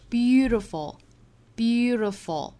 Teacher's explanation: beautiful 这个词里面这个 t 发音有一些难我们要注意这个弹音